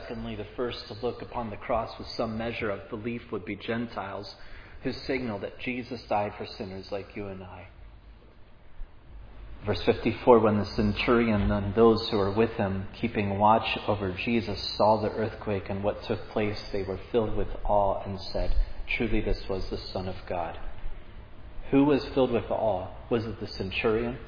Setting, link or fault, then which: setting, large echoing room